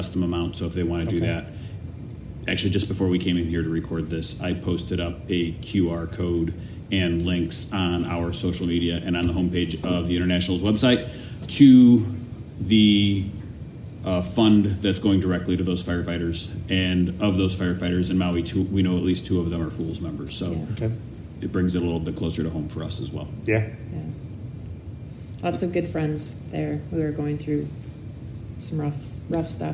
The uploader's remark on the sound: update from the convention at the Hennepin Technical College in Eden Prairie, MN.